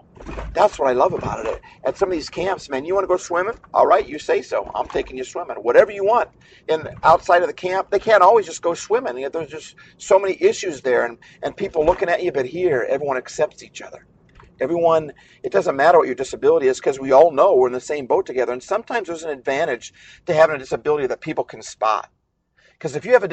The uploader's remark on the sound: The audio quality of this particular episode is not as good as it should be. We are having equipment issues.